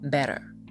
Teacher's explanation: In American English, most of the time, we tend to pronounce the T like a D.